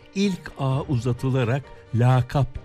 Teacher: Genellikle yanlış biçimde ilk a uzatılarak lakap diye söyleniyor